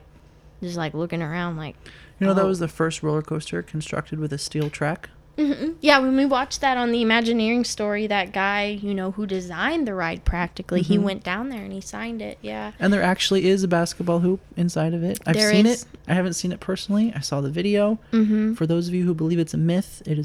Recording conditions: sounds in the background